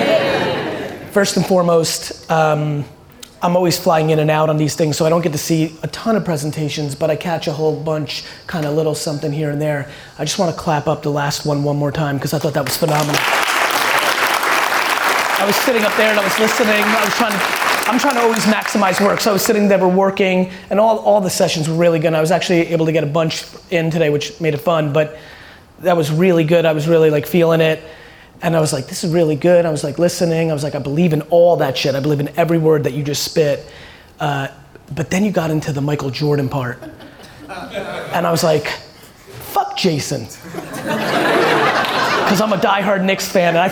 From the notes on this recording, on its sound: this keynote I did in San Francisco at Draper University